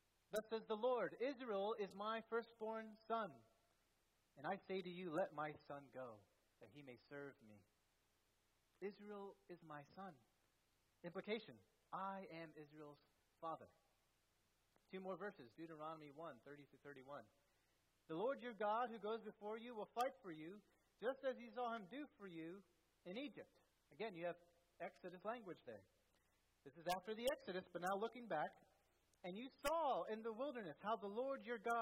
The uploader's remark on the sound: at First Baptist Church in Delphi, Indiana